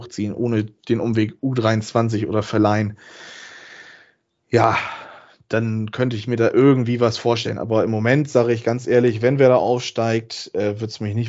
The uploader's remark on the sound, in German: Aufgezeichnet am 11.04.2022 via Skype